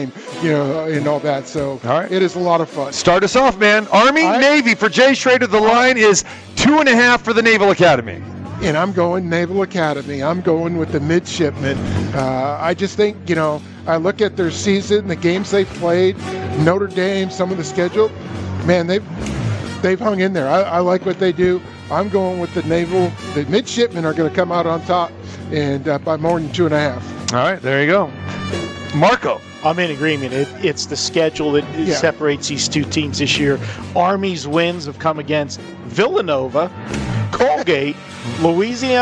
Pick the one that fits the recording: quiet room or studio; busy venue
busy venue